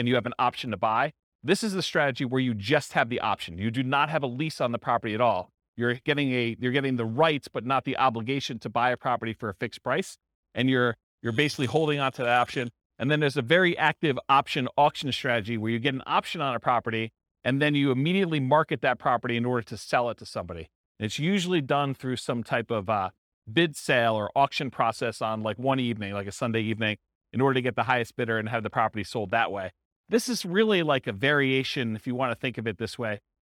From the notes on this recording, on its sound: This was a live class recorded